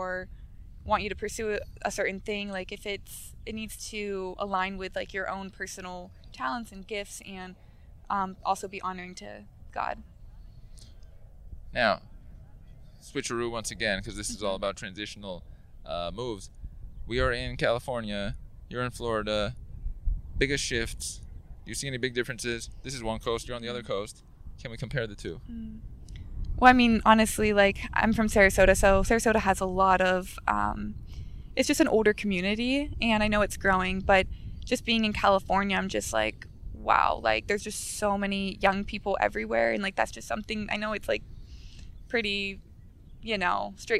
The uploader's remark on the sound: We have a discussion live with the backdrop of the beach sands in place. We spoke here on Playa Del Rey Beach.